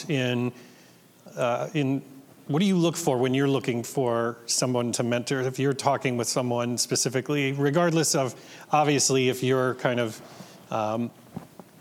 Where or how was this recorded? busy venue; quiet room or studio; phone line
busy venue